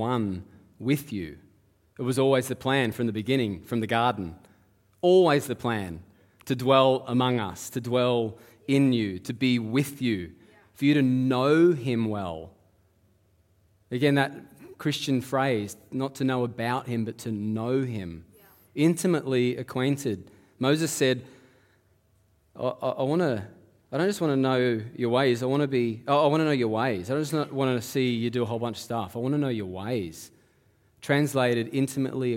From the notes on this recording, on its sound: Live at Echo Church Melbourne